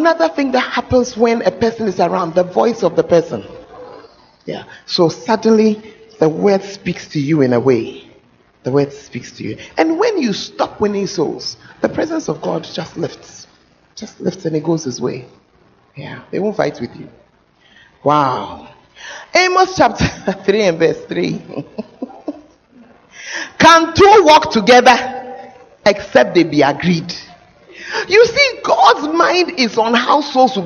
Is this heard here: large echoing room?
yes